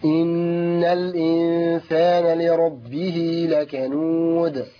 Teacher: دال ساكنه مقلقله عند الوقف